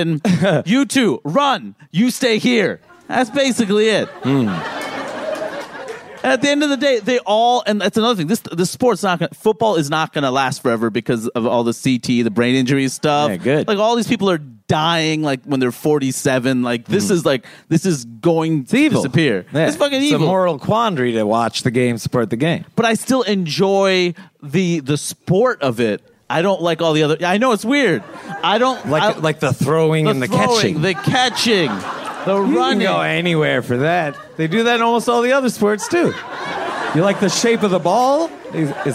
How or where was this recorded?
live audience